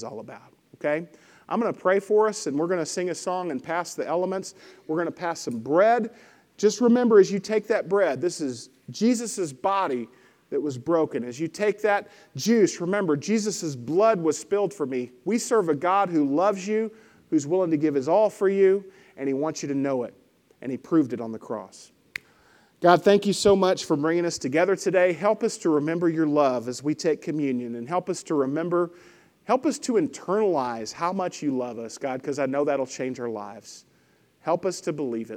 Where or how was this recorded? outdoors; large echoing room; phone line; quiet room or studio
large echoing room